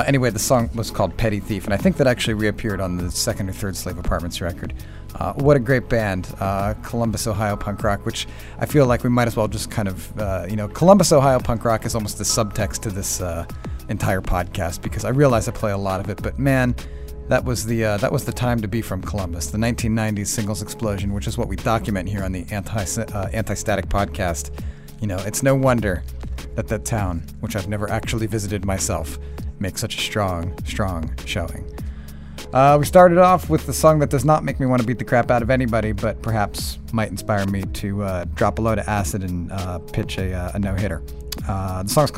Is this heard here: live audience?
no